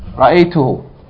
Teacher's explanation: the dhamma is long, if it is preceded by a short vowel, as in lahu.